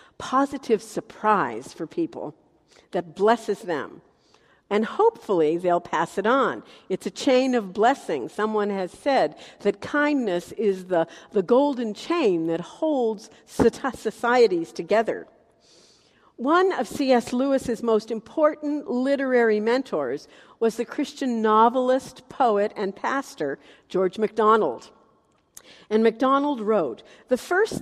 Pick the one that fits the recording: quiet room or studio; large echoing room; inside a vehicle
large echoing room